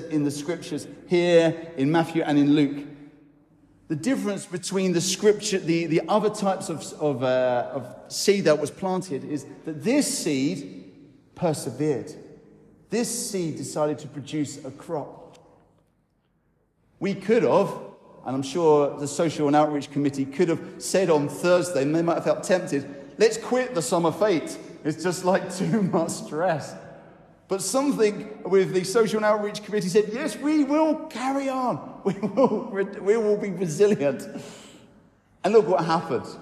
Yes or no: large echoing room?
yes